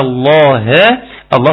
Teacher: تفخيم اللام لفظ الجلالة